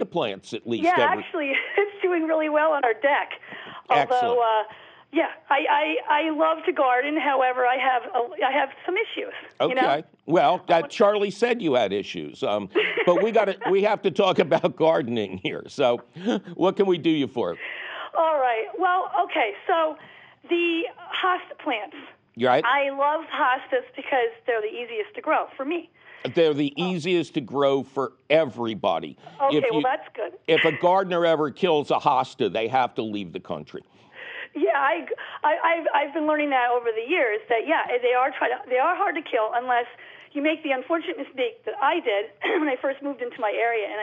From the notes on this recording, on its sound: your fabulous phone calls